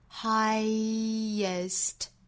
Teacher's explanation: the be 和 on 连读加 ye beyond the highest mountain 同样 high 和 est 连在一起 highest 这属于单词内部加音的情况虽然我们查字典啊这个词不会标注出来里面有一个音但是我们在发的时候要注意有一个音来衔接借哪个音来衔接呢就是要看前面这个元音的口型 high 尾部是一个扁唇的一个口型所以遇到了元音这个时候我们也要借一个扁唇型的半元音来帮助衔接两个元音